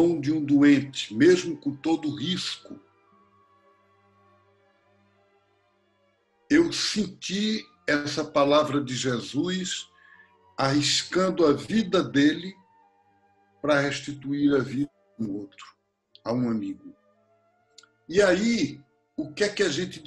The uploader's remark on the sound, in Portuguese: Estamos fazendo as gravações via internet e por isso, talvez aqui e ali, surja uma ou outro probleminha.